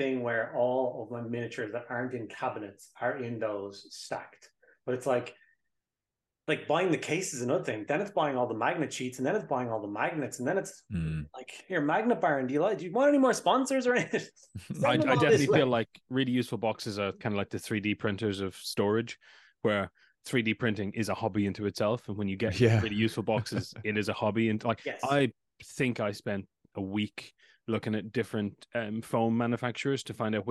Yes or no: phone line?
no